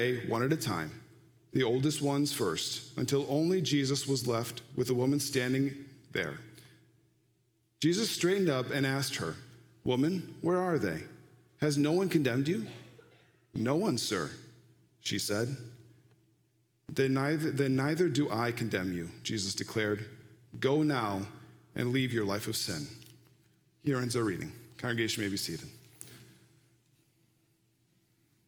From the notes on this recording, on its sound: Live from our Celebration Ministry Center